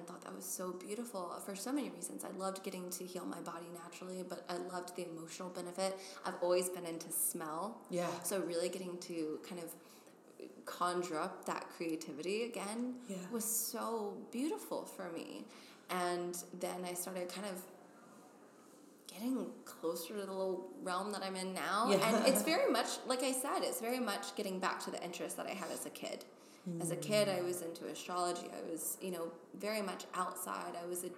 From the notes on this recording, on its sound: We recorded our conversation in a big, airy conference room at The Wing in SoHo.